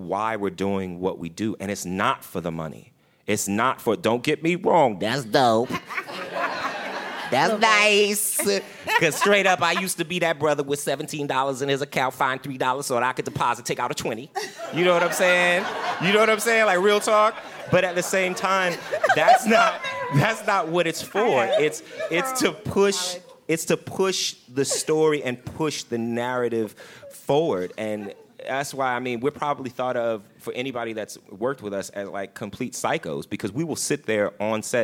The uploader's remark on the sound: In Bentonville, Arkansas. During our live recording. Back in New York.